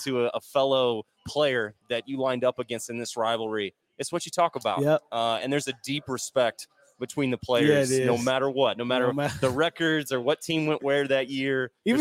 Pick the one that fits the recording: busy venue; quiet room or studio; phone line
busy venue